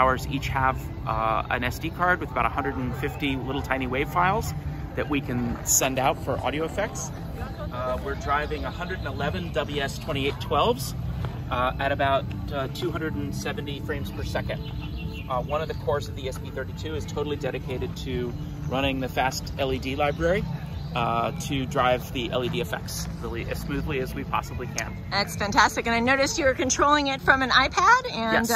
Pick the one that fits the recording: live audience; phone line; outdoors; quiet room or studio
outdoors